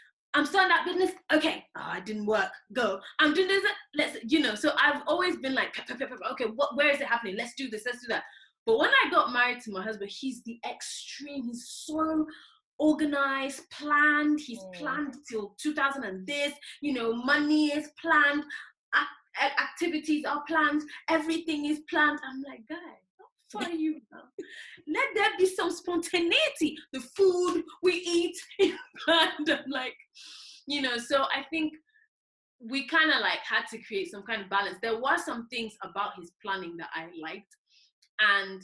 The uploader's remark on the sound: In this episode was recorded via zoom please excuse the audio quality